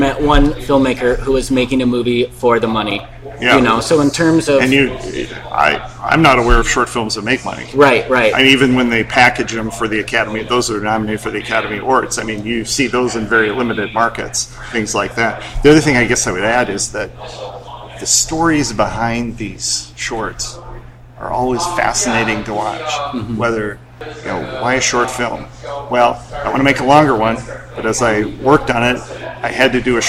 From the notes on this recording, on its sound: Middle Coast Film Festival 2018. This was recorded live in a noisy room, so be warned. Please suffer through the inferior quality.